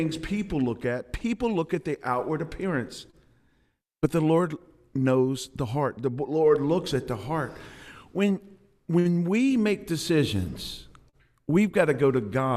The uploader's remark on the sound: filmed live at Compass Community Church